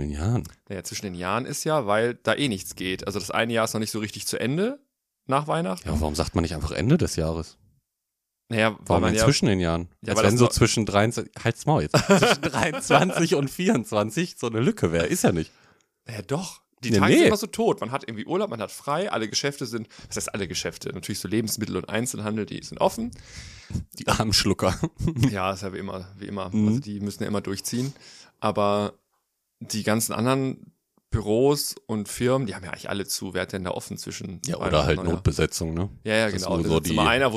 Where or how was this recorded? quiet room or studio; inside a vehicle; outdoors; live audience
quiet room or studio